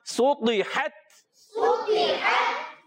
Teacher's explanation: اور آخر کا جو تا ہے یہ باریک رکھیں گے، اور ہلکا سا سختی کے ساتھ آواز بند ہونے کے بعد ایک پستی کے ساتھ سانس بھی جاری رہے گا